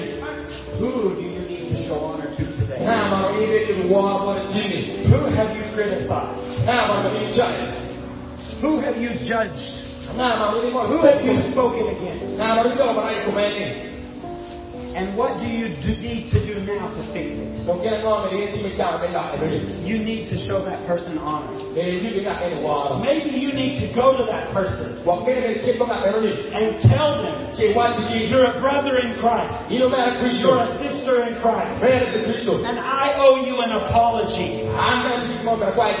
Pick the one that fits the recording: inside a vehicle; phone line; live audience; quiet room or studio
live audience